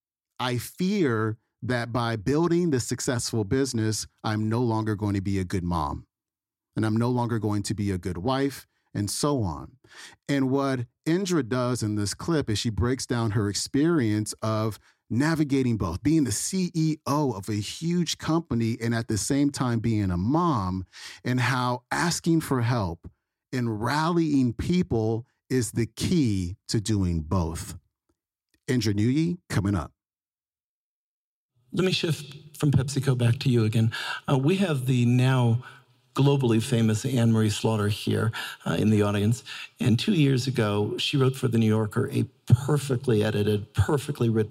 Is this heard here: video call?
no